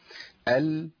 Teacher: ال مشي الصوت شويه، هو ده المطلوب، هي دي صفه التوسط، اللي هي جران الصوت فتره زمنيه بسيطه ما بين الشده وما بين الرخاء، ما بين جران الصوت وما بين عدم جران الصوت.